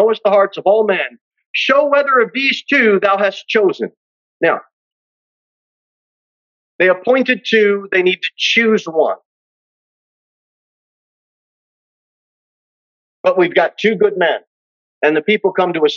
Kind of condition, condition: setting, large echoing room